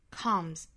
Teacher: calm,还有 thought 这三个单词上。好，英英，我们再来读一下这句话。Through love comes calm, and through calm comes thought.再补充一小点哈，就是 calm 这个单词后面如果加上了 s，这个 s 的发音呢，应该是一个浊音的 z 的发音，comes。但是呢，因为这个字母是在单词尾部，一定要把它轻弱下来，不要发成 comes，而是要把它浊音轻化，弱回来，读成 comes。好，下面我们来看这句话的美音版。Through love comes calm, and through calm comes thought.这句话英音和美音的区别呢，我们来看，语调部分其实是完全一样的，我们需要注意的是单词的元音发音。那我们注意 love 这个词,L-O-V-E。这个词的话，英式发法我们说到是倒三角的 r 的发音，跟